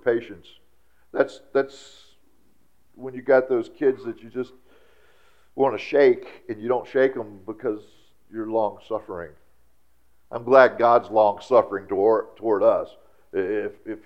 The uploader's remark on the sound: During our traditional church service on Sunday, August 27th, 2017 at Sonshine Baptist Church.